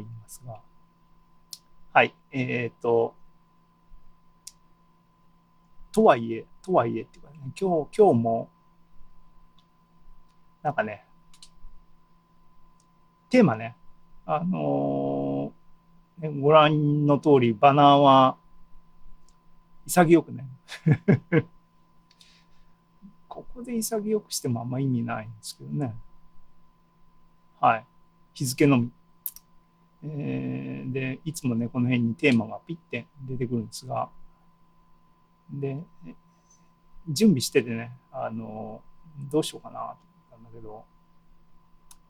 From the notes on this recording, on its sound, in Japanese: ２０２２年７月２７日に開催した ZOOMライブの模様です。